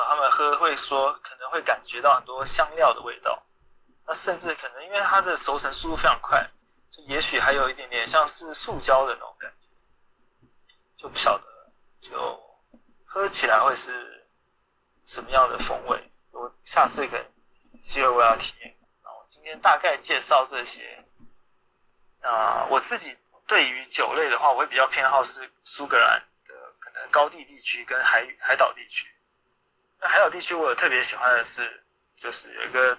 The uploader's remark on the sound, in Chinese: Clubhouse的電話錄音就是悲劇一場。